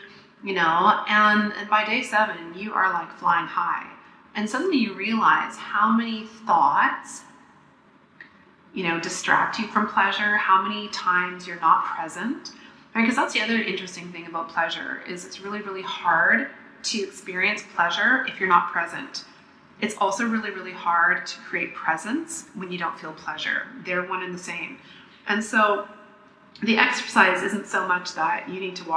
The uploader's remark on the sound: I may sound like I'm doing the podcast inside a tin can, because I did in fact make this in a tin can.